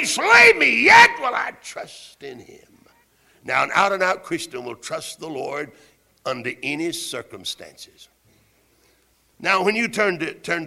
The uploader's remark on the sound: Originally preached at Tabernacle Baptist Church in Greenville, SC on November 7, 1971.